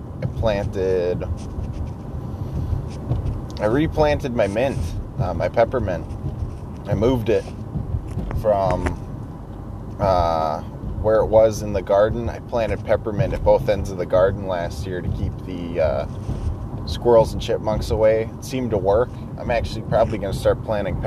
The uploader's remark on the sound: talking to myself while driving to work